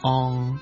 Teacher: AN 摆埋一齐呢佢就会组成一个我哋叫做鼻化嘅元音，即係有个鼻音喺入面嘅